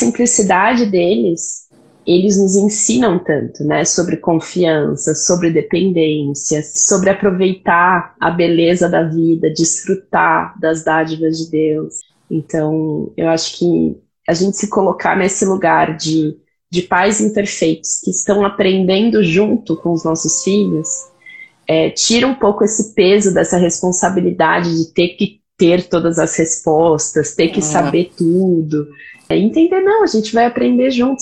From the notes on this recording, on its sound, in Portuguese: uma live no seu Instagram